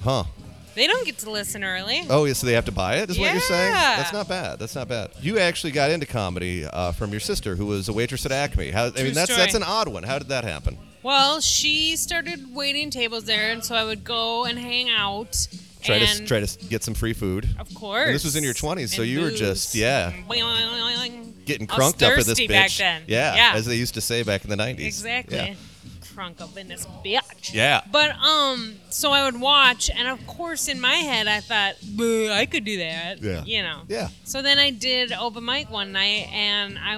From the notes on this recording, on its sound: We hide in a corner of Otter's Saloon